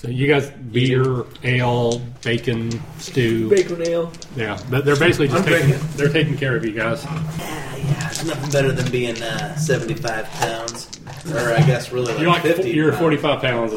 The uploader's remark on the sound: Had a return of a few technical glitches this episode. Lots of background noise and pops and clicks. Also, in two different places there are side conversations going on that muddle the sound pretty badly.